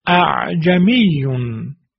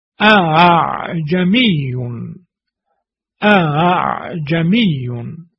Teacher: در همزه دوم ما فقط صدای فتحه رو آوردیم، تیزی همزه رو حذفش کردیم · Shown in: second take · دقت کنید در بعضی نوارهای حتی اساتید بزرگ هم شما میشنوید که برای تسهیل همزه حالت ه میگن اعجمیون.